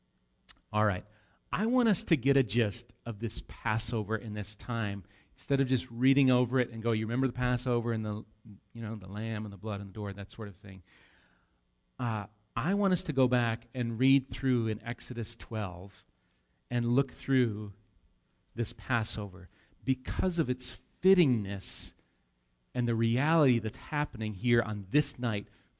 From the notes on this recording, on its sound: Recorded live at Bethany Bible Church on 8/19/18